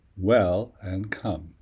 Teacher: the last word, welcome, has two syllables, well and come. The stress is on the first one, not the second one. The stress means you'll pronounce this part slightly louder, longer, and at a higher pitch compared to the second syllable, come.